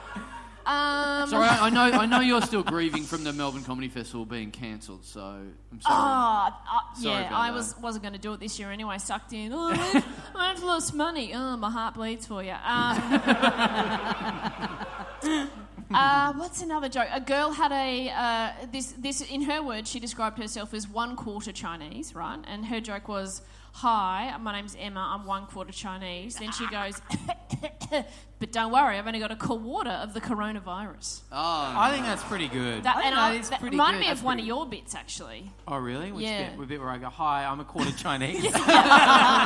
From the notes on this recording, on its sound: We're live in Brisbane. We battle with the audience for a little while.